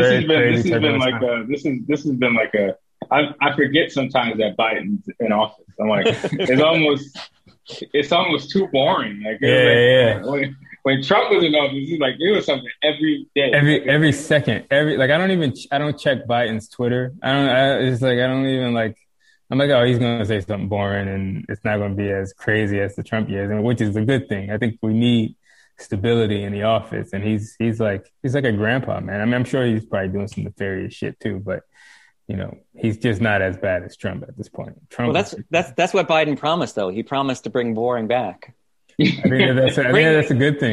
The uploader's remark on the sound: joined me over Zoom